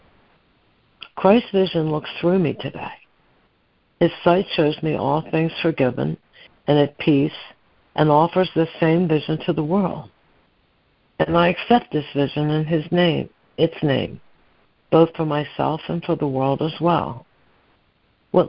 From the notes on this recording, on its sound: ACIM Daily Conference Call.